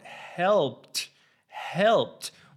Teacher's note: the P before the ED does not make your vocal cords vibrate. Therefore, it doesn't have a voice. So you have to produce the T sound.